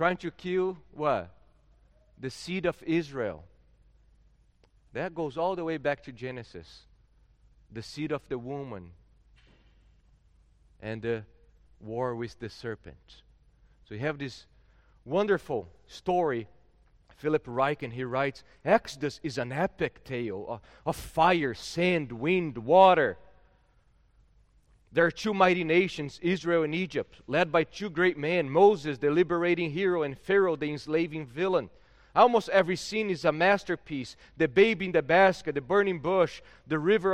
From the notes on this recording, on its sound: At Gracious Cross Reformed Church Salem.